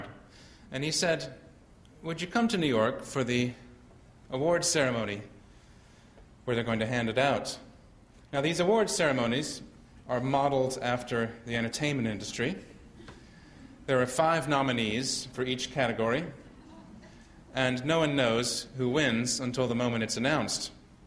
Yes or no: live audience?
yes